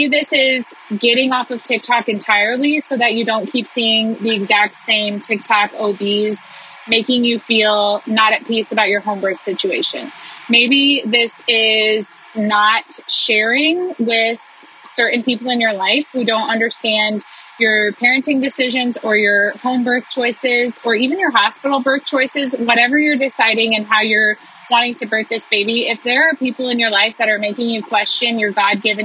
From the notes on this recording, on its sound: I recorded this as I felt the Spirit stirring in me on a drive home one day. The audio quality on this one is rough because I was in the car.